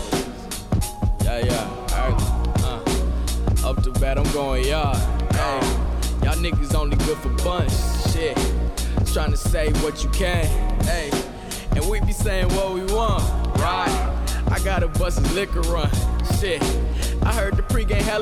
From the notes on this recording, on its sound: exclusive interviews live from the Midwest Sneaker Gala